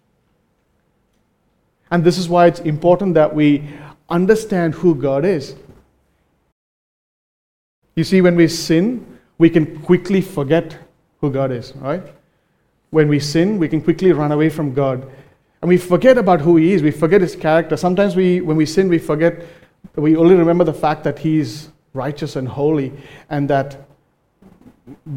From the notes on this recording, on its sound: recorded live at Grace Community Bible Church